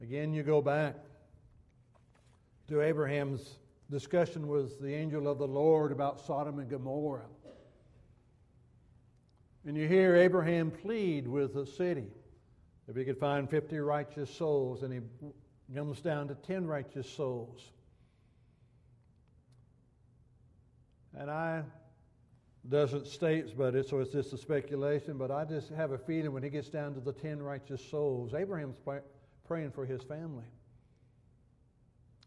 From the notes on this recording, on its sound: Downtown Church Of Christ Audio Sermon.